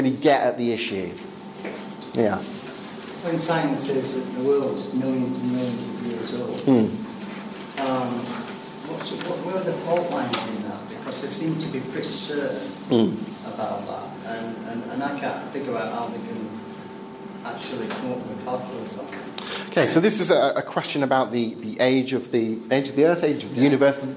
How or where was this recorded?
live audience